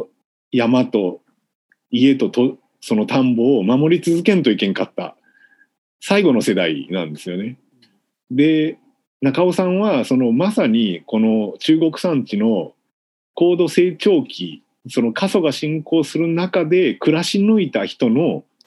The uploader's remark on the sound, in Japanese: みんなでつくる中国山地百年会議 の会員限定で開かれる 市 （オンライン交流会）での公開収録。